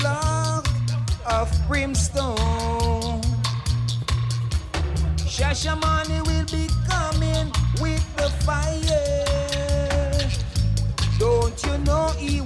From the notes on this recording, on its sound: this is the Audio of the Dance